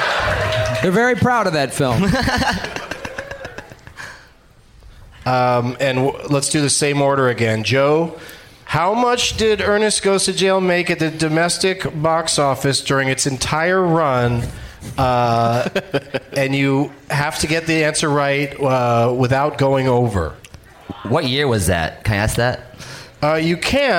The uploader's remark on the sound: Live from Zanies Comedy Club in Nashville